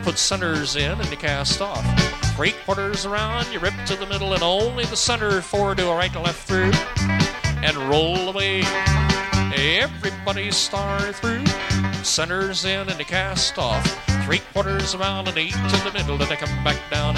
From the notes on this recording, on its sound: live dance recording